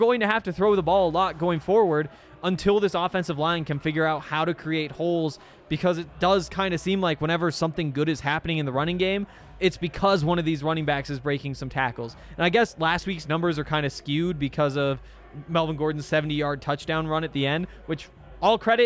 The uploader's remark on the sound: live from the DNVR Bar